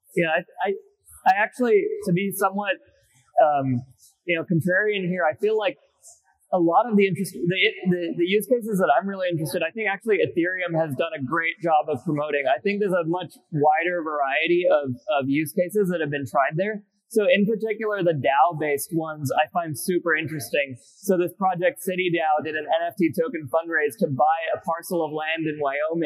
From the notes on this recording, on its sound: Bitcoin Unleashed Panel. Sorry about the janky audio from the panel - we did our best to clean it up the best we could.